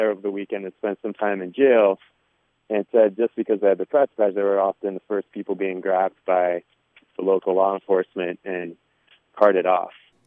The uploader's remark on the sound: Crested Butte residents called in from the front lines of the Standing Rock Reservation protests of the North Dakota Access Pipeline.